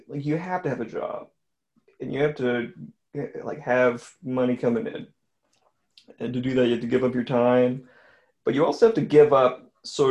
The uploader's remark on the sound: Zoom call.